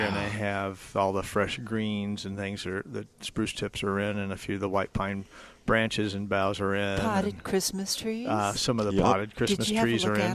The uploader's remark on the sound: Plant Experts Live at Prairie Gardens.